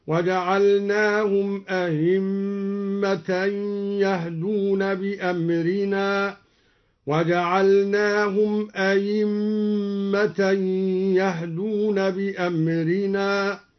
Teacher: قوله تعالى: وجعلناهم أئمة يهدون بأمرنا، قرأ الدوري بتسهيل الهمزة الثانية أو إبدالها ياء خالصة بدون إدخال هكذا: وجعلناهم أئمة يهدون بأمرنا، وجعلناهم أئمة يهدون بأمرنا.